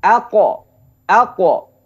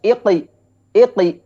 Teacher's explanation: Isti'la naik ke langit-langit ya, naik ke atas suaranya. · Shown in: first take